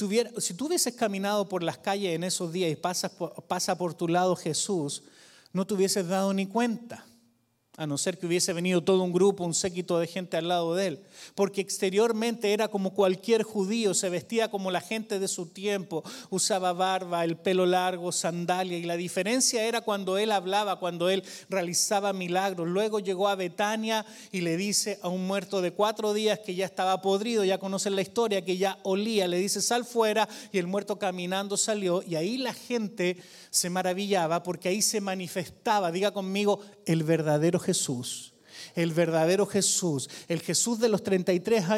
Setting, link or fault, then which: setting, large echoing room